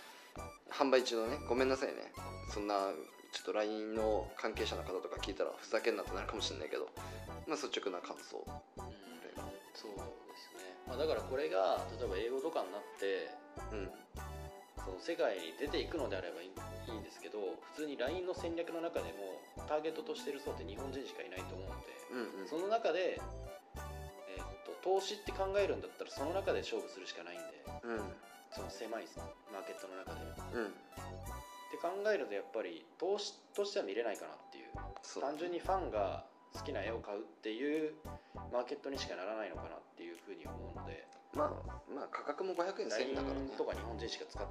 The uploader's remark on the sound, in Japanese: 今回録音機材が別で音声が少し聞きつらいかもしれません。